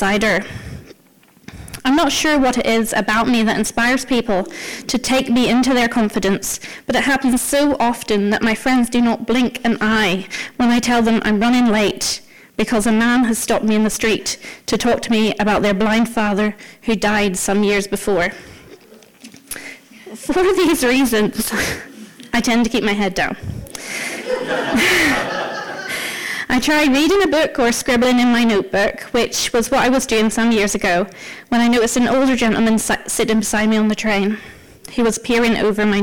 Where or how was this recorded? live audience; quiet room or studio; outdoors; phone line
live audience